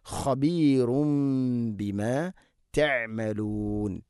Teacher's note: ഇന്നല്ലാഹ ഖബീറും ബിമ, ഖബീർ, ഖബീർ അല്ല, ഖ. ഖബീറും ബിമ തൻവീനു ശേഷം ബ, ഇഖ്ലാബ് തൻവീനിനെ മീമാക്കി മാറ്റി മണിച്ചുകൊണ്ട് ഉച്ചരിക്കണം.